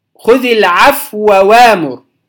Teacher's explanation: تدغم الواو الأولى في الواو الثانية بعد أن تسكن الأولى، ثم ننطق بواو ثانية، الواو الثانية متحركة · Term: إدغام كبير